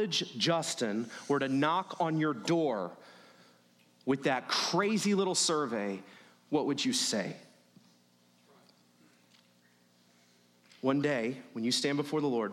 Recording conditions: large echoing room